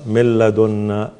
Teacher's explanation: أصلا نحن نقلب النون إلى لام ثم اللام تدخل في اللام، وهذا مثلين صغير يعني هو الآن يعني اللام مع اللام مثلين صغير، النون مع اللام متقاربين صغير. أدخلنا النون في اللام بعد أن قلبناها إلى لام وأدخلناها فيها، فذهبت الذات والصفة واندمجت في اللام الثانية ولا توجد غنة · Term: إدغام كامل